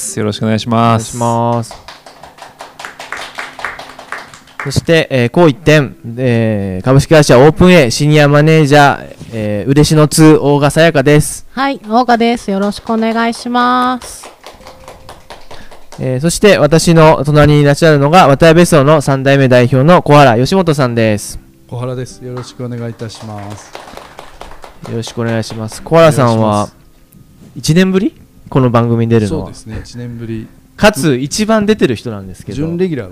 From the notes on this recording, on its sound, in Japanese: 和多屋別荘「Reborn Wataya Project」の１つ「BOOKS&TEA 三服」オープンを記念しておこなったトークイベントの模様をお届けいたします。当日の模様は和多屋別荘のインスタライブ中継されました。